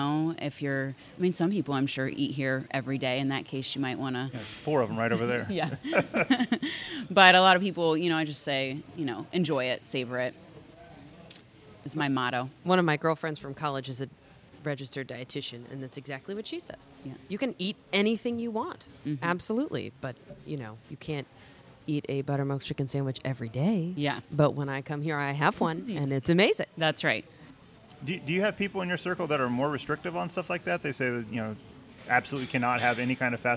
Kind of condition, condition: setting, busy venue